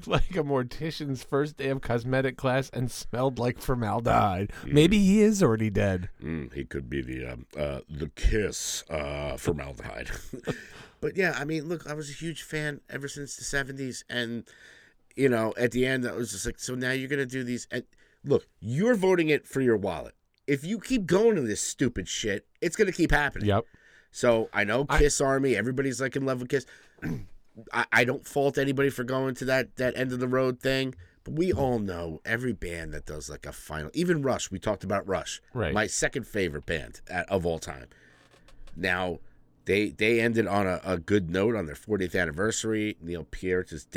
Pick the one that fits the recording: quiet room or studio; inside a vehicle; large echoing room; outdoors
quiet room or studio